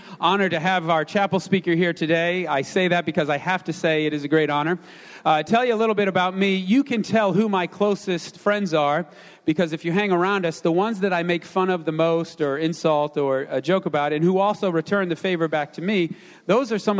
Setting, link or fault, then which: setting, large echoing room